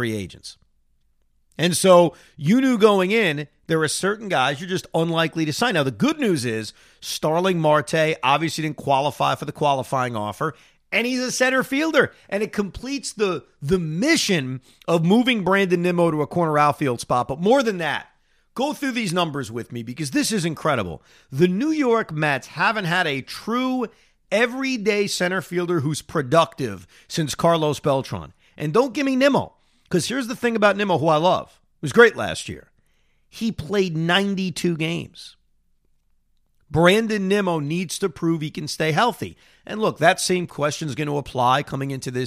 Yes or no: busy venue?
no